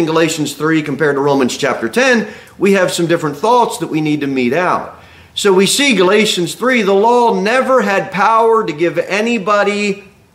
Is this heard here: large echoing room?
yes